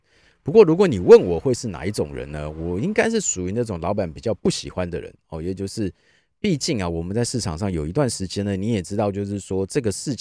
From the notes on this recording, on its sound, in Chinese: 錄音地點：天母國中外停車格。行動錄音室：HONDA Odyssey （2002）。戶外podcast。